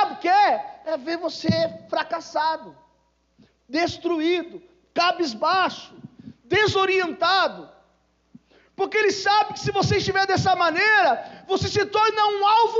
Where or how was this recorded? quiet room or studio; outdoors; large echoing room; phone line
large echoing room